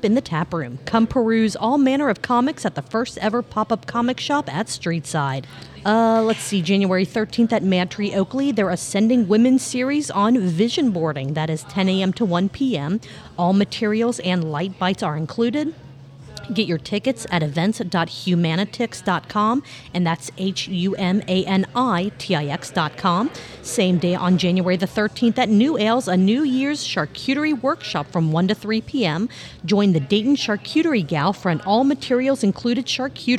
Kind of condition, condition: setting, busy venue